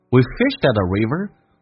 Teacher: d 跟 at 形成了连音。那么同时 at 不被强调，可以弱化成 a 这个发音